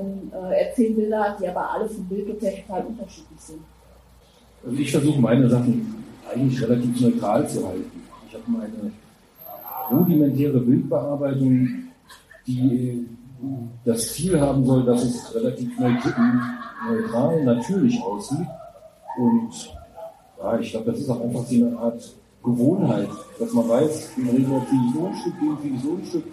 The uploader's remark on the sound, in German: Livemitschnitt der Netzwerkveranstaltung Content und Crémant. Sprachen wir im schönen Jules Verne in Saarbrücken.